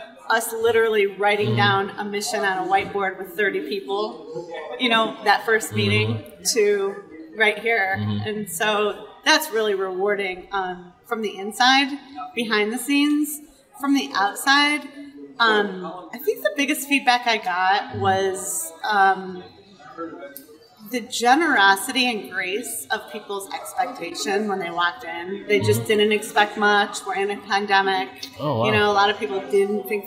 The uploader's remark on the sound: Live From EsportsNext